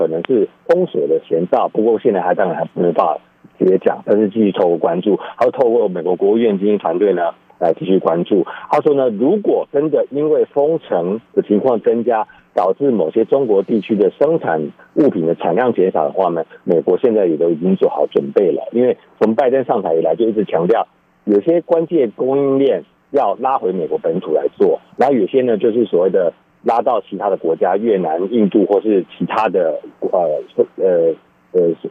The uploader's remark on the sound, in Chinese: 連線美國之音白宮記者